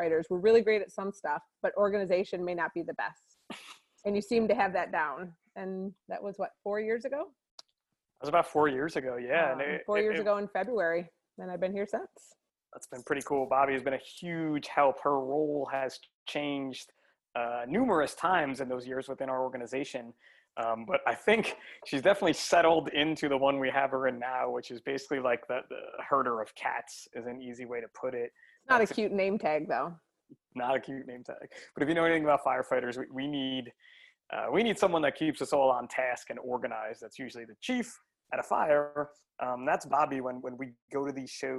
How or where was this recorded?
video call